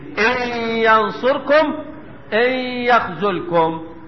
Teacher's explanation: ادغام بغن. ليه؟ لوقوع الياء بعد النون الساكنة في كلمتين، حيث ان النون الساكنة اخر كلمة ان، والياء اول كلمة ينصركم وايه ويخذلكم.